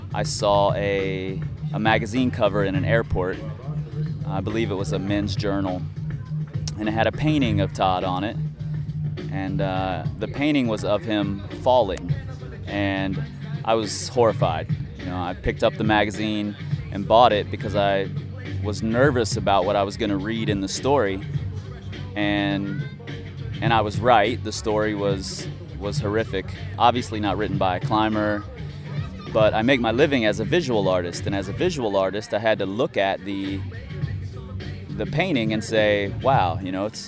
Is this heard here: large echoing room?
no